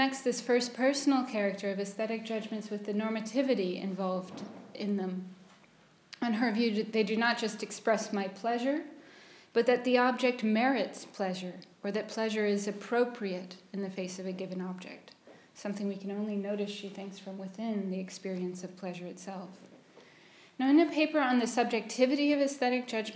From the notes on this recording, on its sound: at Senate House in London (29/01/2020, 16-18:00) for the London Aesthetics Forum